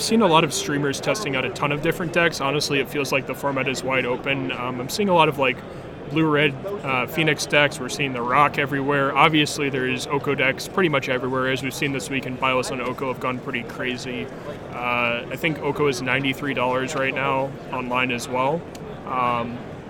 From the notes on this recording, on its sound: Live from GP Phoenix